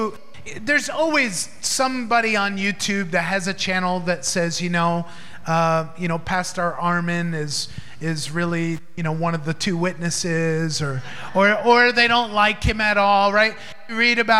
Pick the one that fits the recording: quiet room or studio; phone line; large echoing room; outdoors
large echoing room